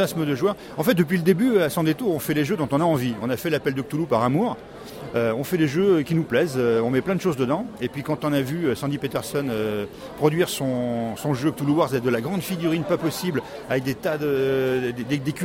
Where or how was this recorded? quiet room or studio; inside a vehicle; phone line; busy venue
busy venue